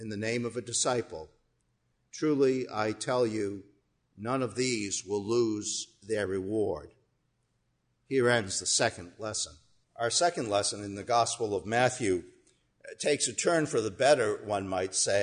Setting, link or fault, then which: setting, large echoing room